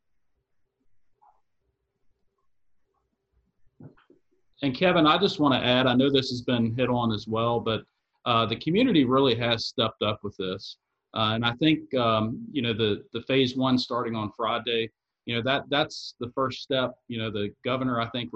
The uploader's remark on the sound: COVID-19 Virtual Town Hall meeting.